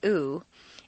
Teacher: The oo sound is located far forward in the mouth and requires you to round your lips. · Term: tense vowel